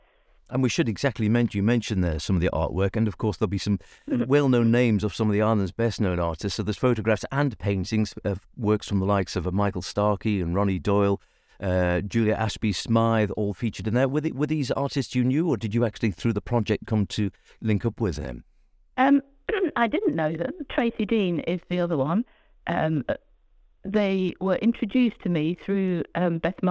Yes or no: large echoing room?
no